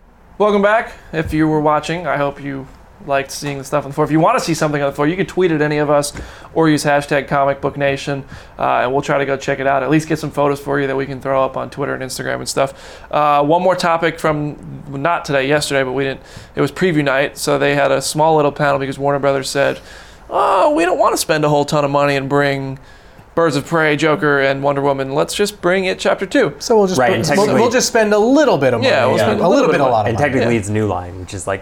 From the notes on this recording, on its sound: Live from San Diego Comic-Con for a Day 1 recap!